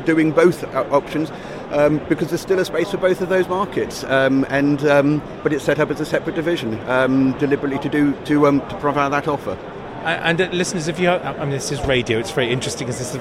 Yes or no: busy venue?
yes